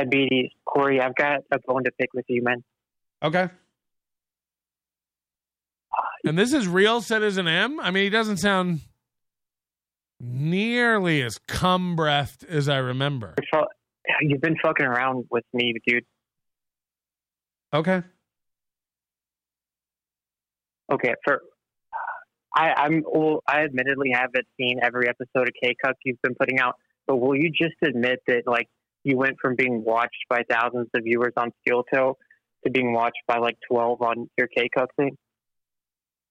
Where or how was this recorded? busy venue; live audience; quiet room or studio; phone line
phone line